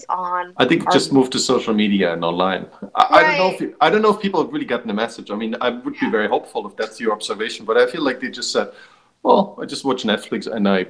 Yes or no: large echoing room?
no